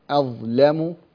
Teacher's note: فمن أظلم، رقق اللام لأنك تقرأ على رواية قالون